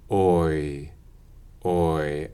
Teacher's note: goes from a fairly open, definitely back position to a fairly close, definitely front position